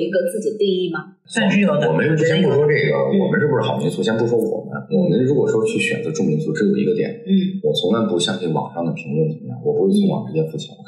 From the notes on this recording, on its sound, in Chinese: 约这对开民宿的夫妻，临时录了期播客。因为录制空间和设备的问题，本期内容音质不太好，希望你多多包涵。